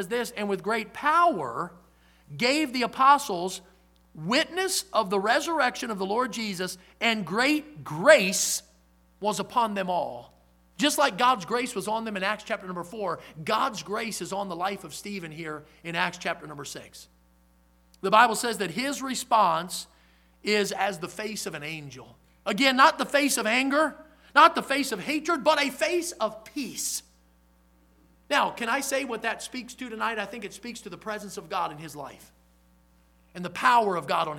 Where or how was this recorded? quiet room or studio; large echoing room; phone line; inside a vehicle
large echoing room